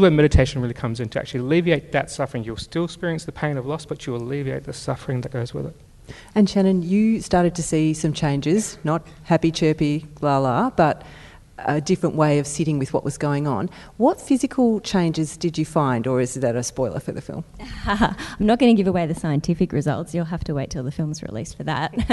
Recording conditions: busy venue